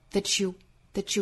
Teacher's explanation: 还要注意两个词之间有连读同化，读成 ch